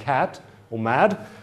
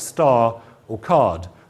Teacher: compare the plain lax pronunciation of the vowel letter in words like cat or mad versus the broad lax pronunciation in words like star or card, okay, where you have the long R because of the presence of the R after the vowel.